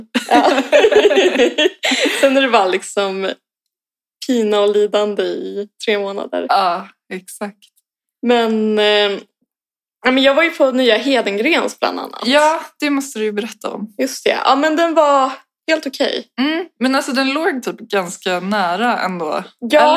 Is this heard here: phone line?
no